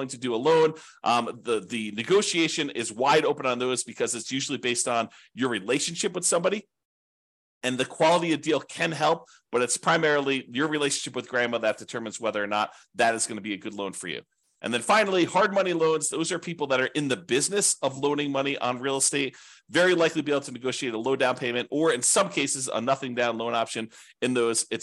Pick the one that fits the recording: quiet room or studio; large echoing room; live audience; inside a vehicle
quiet room or studio